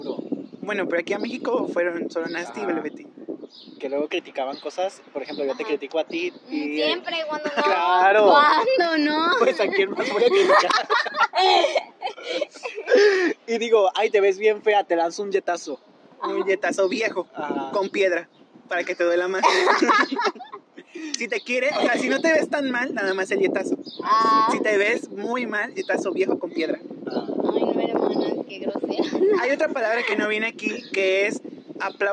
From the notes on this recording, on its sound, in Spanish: nos disculpen por la mala calidad del audio